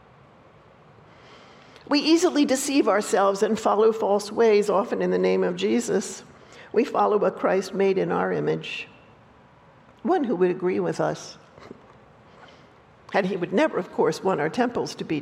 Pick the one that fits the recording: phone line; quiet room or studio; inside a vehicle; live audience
live audience